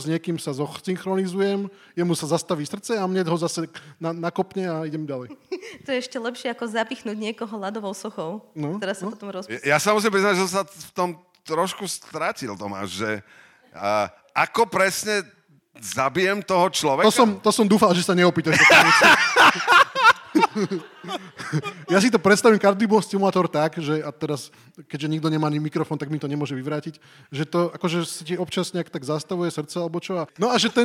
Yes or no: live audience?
yes